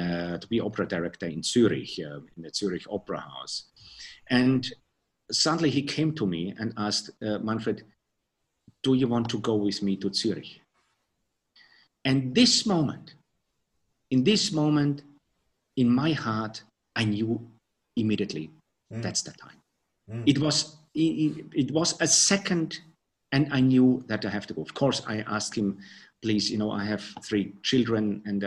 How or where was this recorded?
video call